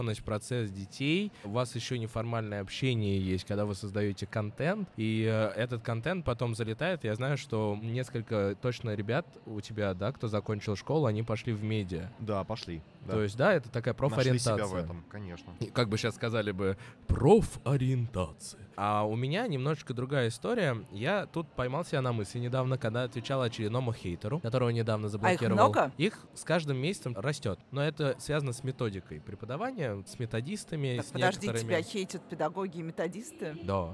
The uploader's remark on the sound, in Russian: Третий эпизод у нас получился необычным, потому что мы записывали его на Форуме классных руководителей и наставников, который проходил в преддверии Дня учителя.